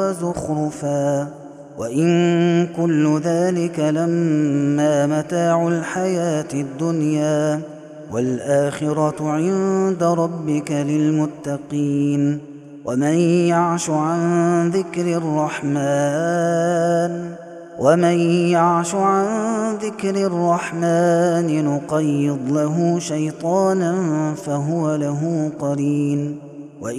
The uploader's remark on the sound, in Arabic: هذا التسجيل من صلاة التراويح